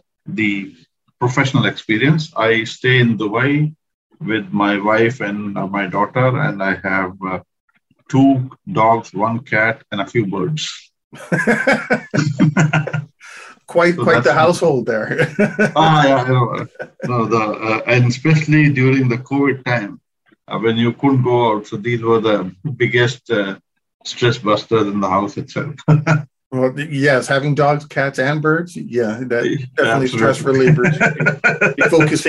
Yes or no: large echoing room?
no